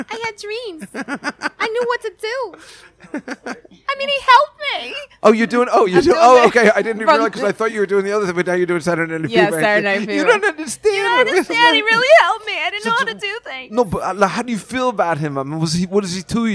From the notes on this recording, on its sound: Live From the Comedy Cellar. Join us live upstairs at the Comedy Cellar in the West Village.